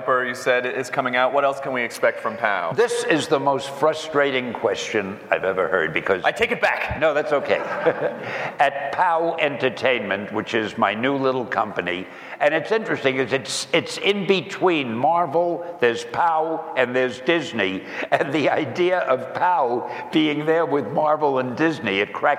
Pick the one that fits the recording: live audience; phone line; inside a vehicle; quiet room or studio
live audience